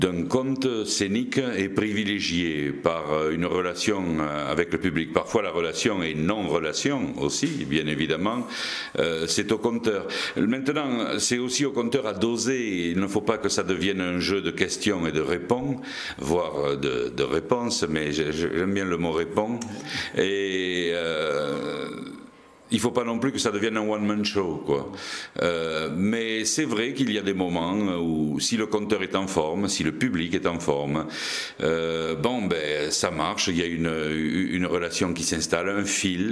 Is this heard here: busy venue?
yes